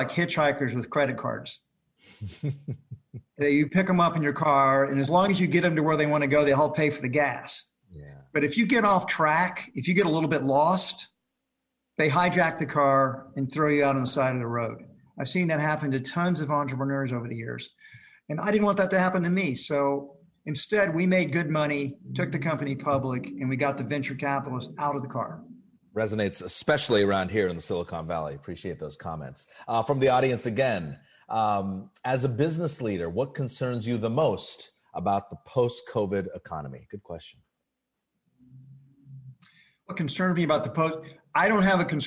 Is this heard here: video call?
yes